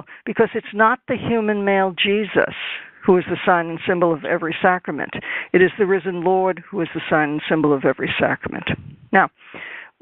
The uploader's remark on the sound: This teleconference